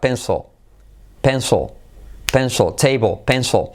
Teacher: Es como casi como digo pienso, penso, pienso. La L hace que cambie tu postura de toda la boca y casi al, final no acaba pronunciándose. Sobre todo al final de palabra.